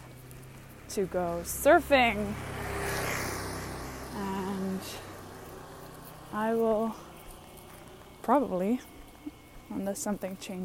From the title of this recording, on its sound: Live from the beach in Bali